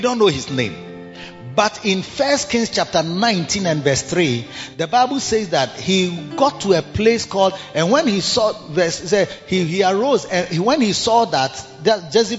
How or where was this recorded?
large echoing room